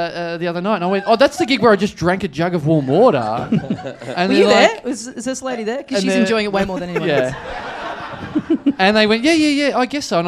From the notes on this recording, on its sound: Recorded LIVE at Five Boroughs on December 7, 2014.